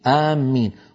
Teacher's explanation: في لهجة ثانية آمين بتشديد الميم